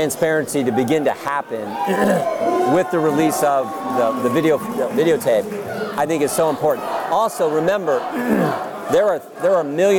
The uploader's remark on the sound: LIVE FROM CPAC.